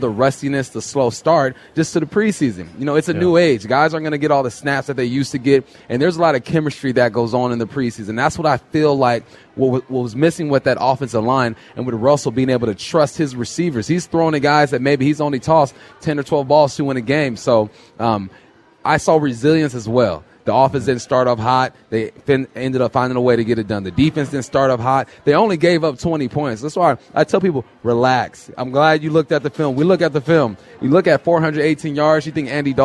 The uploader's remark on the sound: live at Snoqualmie Casino